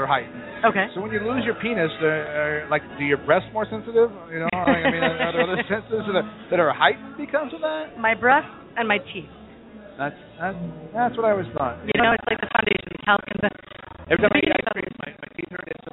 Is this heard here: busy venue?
yes